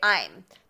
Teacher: the emphasis is on I'm · Term: sentence stress